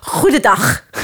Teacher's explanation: in the middle of the Netherlands, we get this hard G, so Amsterdam and above, they're really speaking with a harder G. So we get someone going like, goedendag, like that.